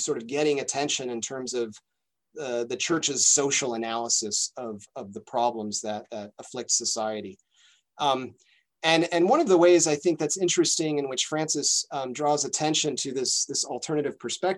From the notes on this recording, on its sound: A webinar lecture. As part of a webinar series on Hispanic Theology, presented by the Lumen Christi Institute.